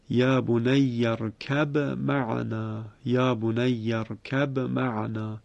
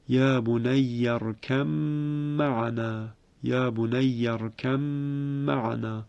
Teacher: اینجا حرف ب کاملا از بین میره و حرف میم مشدد می شود · Shown in: second take · و به جهت اینکه میم مشدد غنه دارد دو حرکت هم کشیده می شود. · Term: ادغام